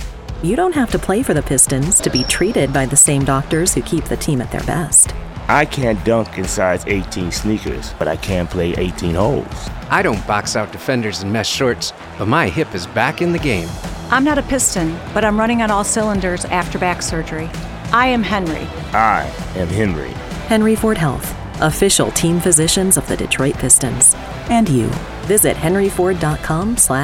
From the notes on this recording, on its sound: live from RJs Pub in Rochester Hills!